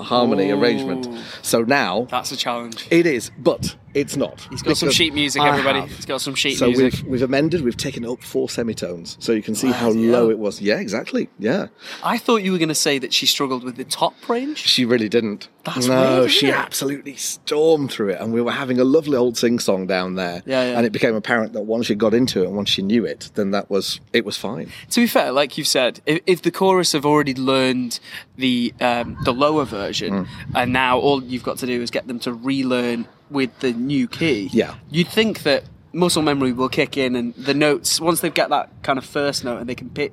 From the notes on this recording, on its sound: It's the final music rehearsal night before floor rehearsals start. Live in the LBT Courtyard with some backstage interviews.